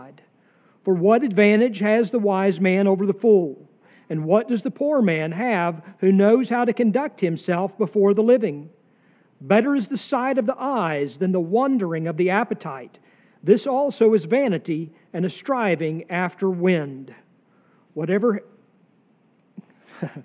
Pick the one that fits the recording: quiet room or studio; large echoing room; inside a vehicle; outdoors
large echoing room